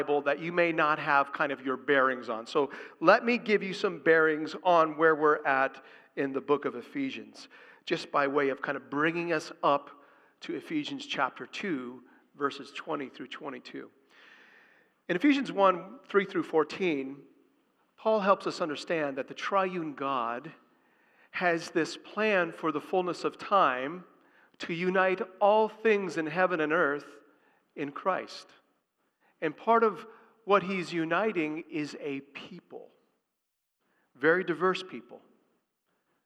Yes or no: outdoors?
no